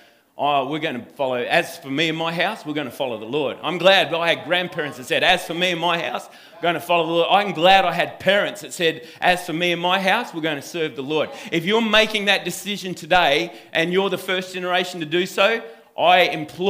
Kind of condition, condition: setting, live audience